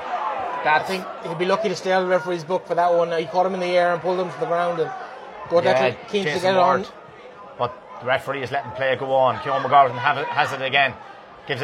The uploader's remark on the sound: Live second half commentary from Avantmoney Pairc Sean MacDiarmada